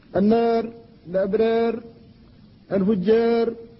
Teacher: أميلت الألف فلا يمكن إلا الترقيق، النار الأبرار الفجار، فترقق حينئذ في حال الإمالة.